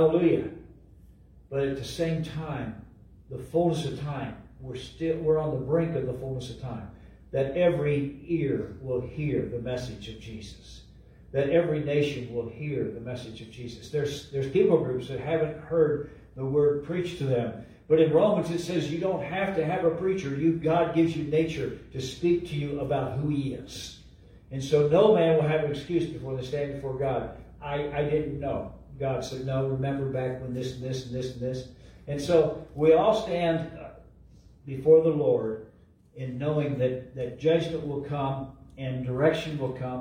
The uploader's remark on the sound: LIVE from Calvary